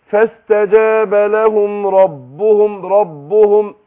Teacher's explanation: ربهم هنا الباء مشددة، طبعا لابد ان هي تفرق عن الباء الغير مشددة، لكن مفيش غنى